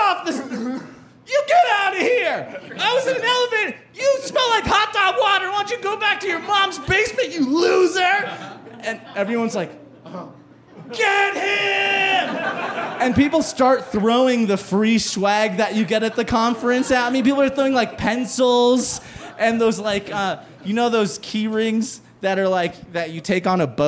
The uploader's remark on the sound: As part of The Narrators’ special performance at High Plains Comedy Festival. Recorded live on 28 September 2019 at Hi-Dive in Denver.